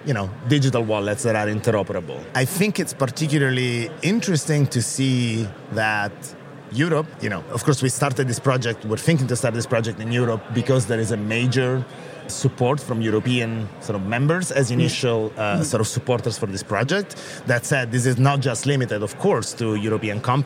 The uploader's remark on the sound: The On the Road episode of Makers, recorded in Dublin at Open Source Summit Europe.